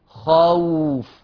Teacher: واو لينة، ليه؟ عشان ساكنة ما قبلها مفتوح